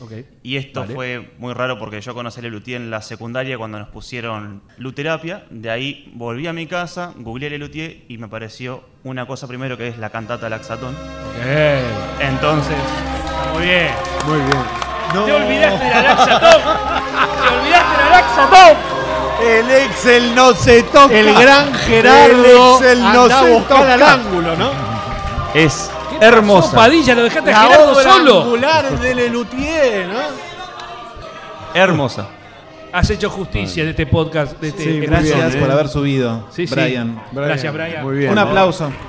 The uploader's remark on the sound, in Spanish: En Vivo en el "Club Lucille". La grabación que realizamos en Vivo el 20 de Agosto del 2022 en el "Club Lucille".